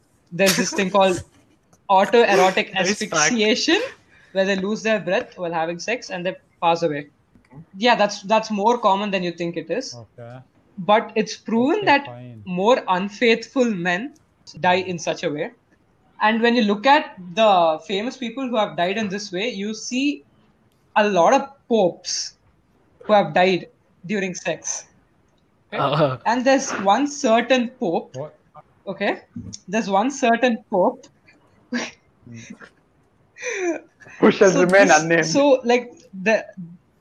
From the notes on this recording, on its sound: sorry for the audio lag